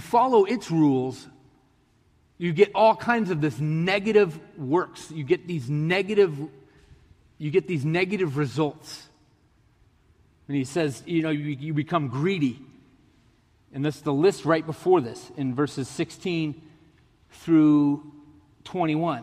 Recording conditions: large echoing room